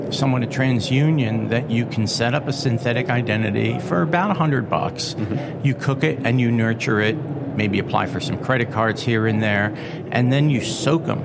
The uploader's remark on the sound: LIVE FROM MONEY 20/20